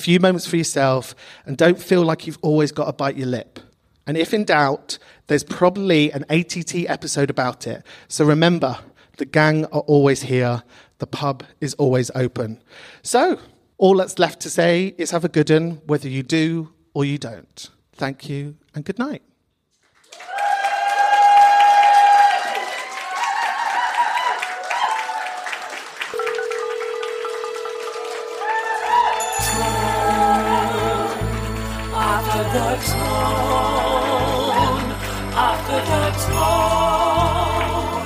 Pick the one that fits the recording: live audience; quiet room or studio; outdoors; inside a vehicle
live audience